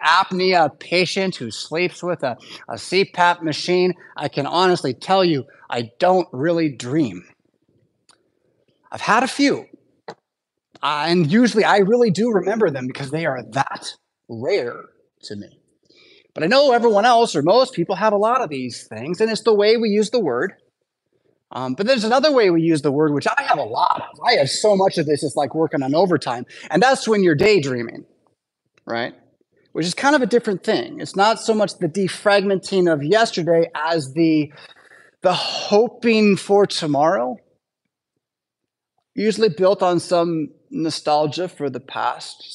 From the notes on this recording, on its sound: Preached at St Paul Lutheran Church , Rockford, Illinois on Sunday August 27th, 2023.